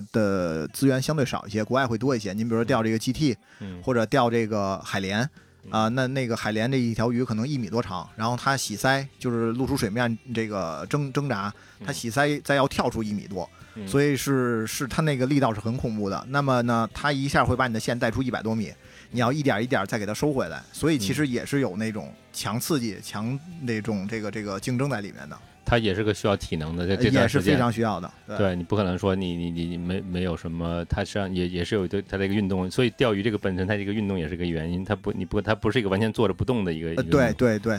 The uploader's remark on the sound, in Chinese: 本期《巴塔电台》在活动的地点录制。